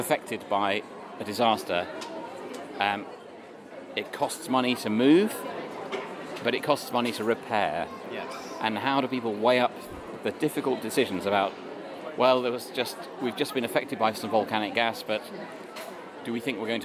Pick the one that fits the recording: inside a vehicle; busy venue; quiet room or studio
busy venue